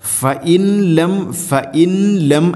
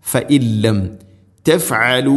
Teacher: ഫഇൻ സാക്കിനഹ നൂൻ ശേഷം ലാം ഇദ്ഗാം ബിലാ ഗുന്ന, മണിക്കാതെ കൂട്ടി ലയിപ്പിക്കണം. · Shown in: second take